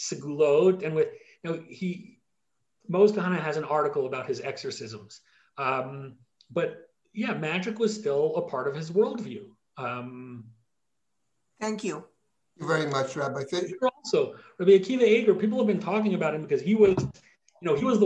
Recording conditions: video call